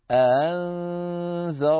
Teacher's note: ورش رحمه الله يسهل الثاني من غير أن يدخل بينهما ألفا فيقول أنذرتهم، وله وجه آخر ليس هذا مجال ذكره.